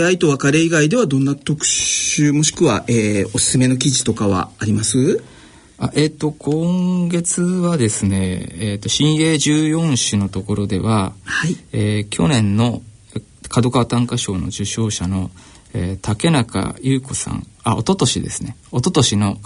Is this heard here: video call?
no